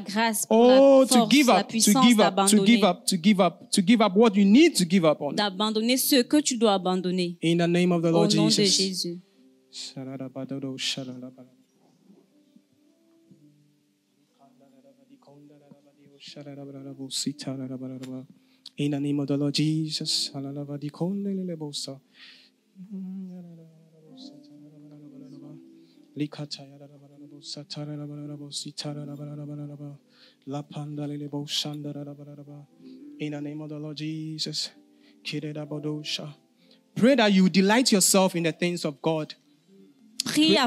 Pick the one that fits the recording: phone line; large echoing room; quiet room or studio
large echoing room